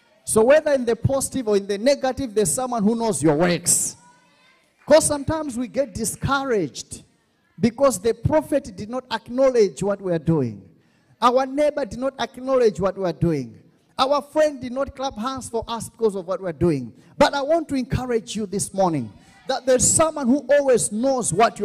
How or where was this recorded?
large echoing room